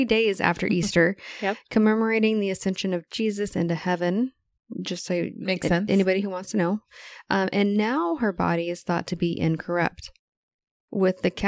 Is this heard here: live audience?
no